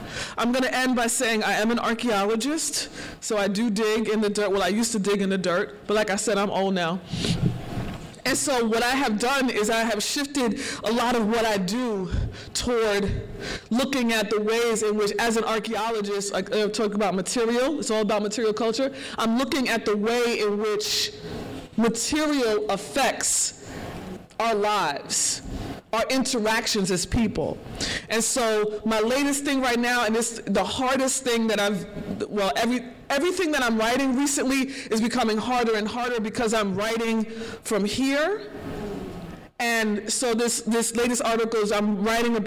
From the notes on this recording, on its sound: As part of the Holyoke Black Lives Matter at School event. This is the recording of her keynote, that brought a warming feeling to all the public in attendance during that cold morning at El Mercado, in South Holyoke.